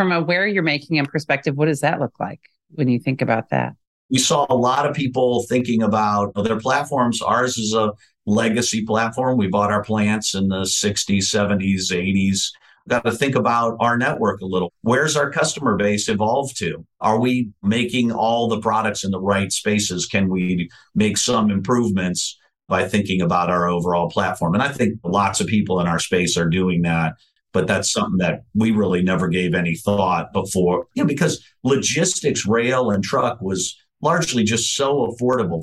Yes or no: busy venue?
no